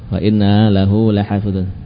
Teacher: Sedangkan hak kinayah pada wa inna lahu dibaca panjang.